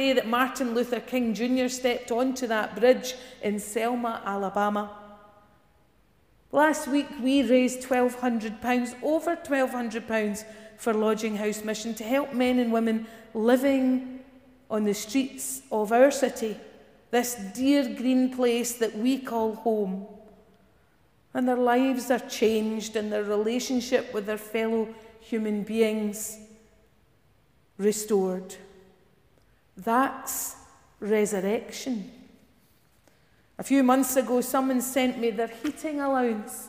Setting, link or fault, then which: setting, large echoing room